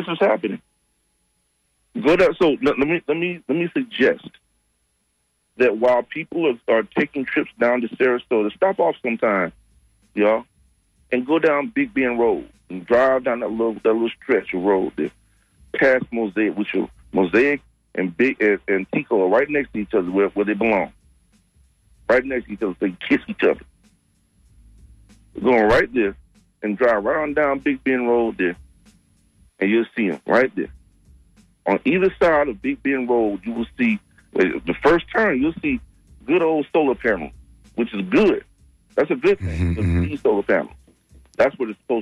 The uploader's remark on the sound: unique magazine format call-in show